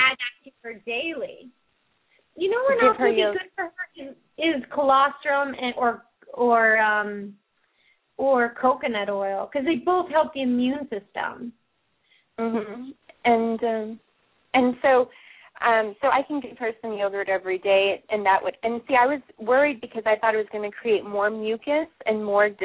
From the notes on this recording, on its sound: open up the lines for listeners to call